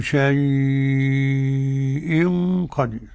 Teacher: قرأ ورش بتوسط اللين ومده. شيء قدير أربع حركات أو شيء قدير.